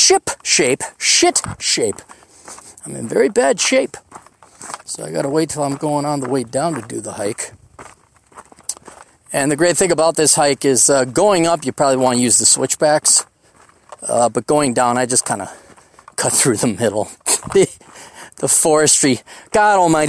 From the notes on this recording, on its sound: hikes down a Black Mountain